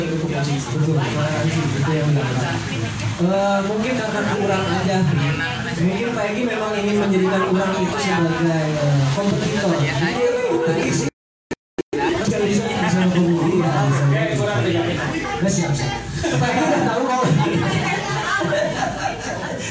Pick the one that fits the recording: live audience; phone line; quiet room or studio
live audience